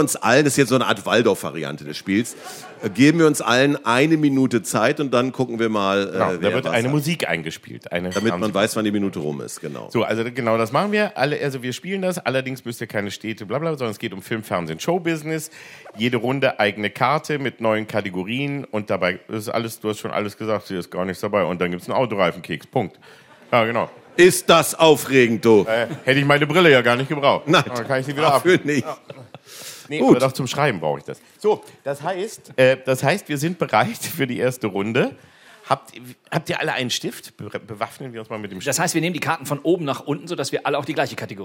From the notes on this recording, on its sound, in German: Noch eine weitere Folge vor Publikum aufgenommen.